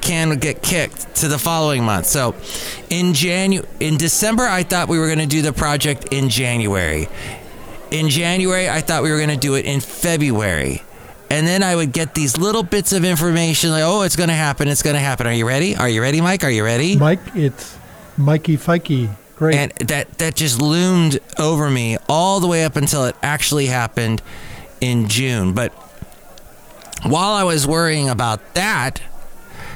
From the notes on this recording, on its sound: podcasts live from Cafe Anyway